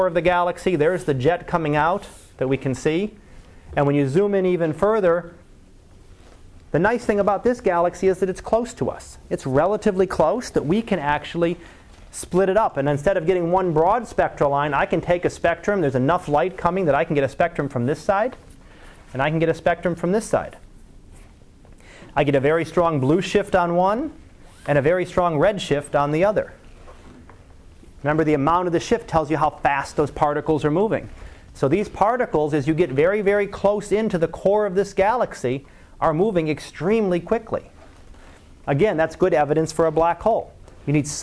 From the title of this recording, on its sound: Live Class Lecture